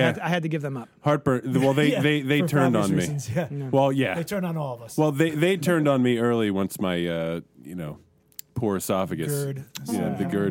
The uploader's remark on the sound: This month we're live and remote at the specatacular comic shop Hero Complex in Manayunk, PA.